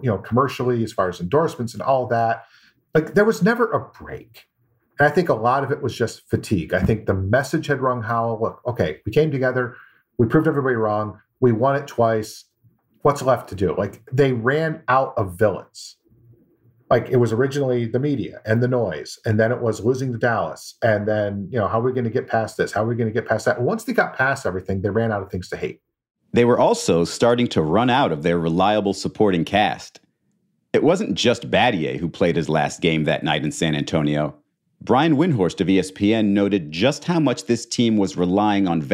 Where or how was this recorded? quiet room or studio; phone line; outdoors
quiet room or studio